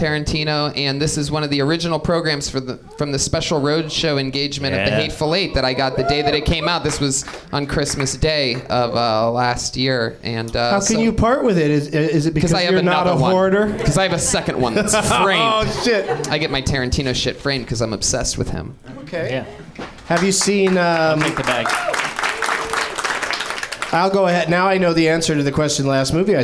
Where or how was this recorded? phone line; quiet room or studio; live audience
live audience